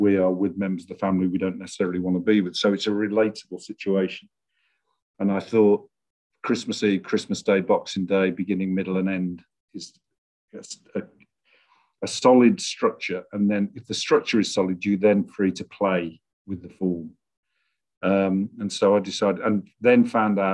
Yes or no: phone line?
no